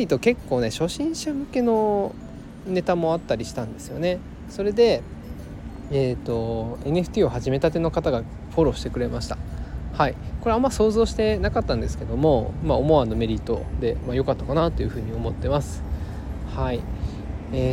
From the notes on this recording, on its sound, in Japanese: 外で録音しています。雑音が入っていましたら申し訳ありません